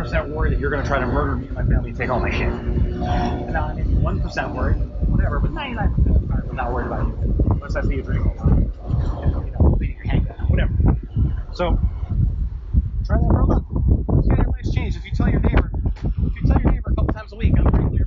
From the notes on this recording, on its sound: Terrible sound quality and early thoughts.